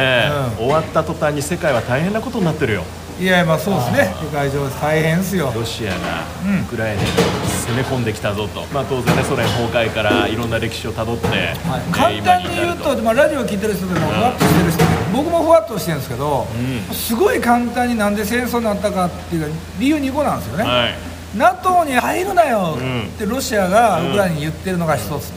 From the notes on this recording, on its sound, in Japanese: 香川・高松のさぬきうどん屋「ひさ枝」に呼び出して、前代未聞のうどん屋での収録。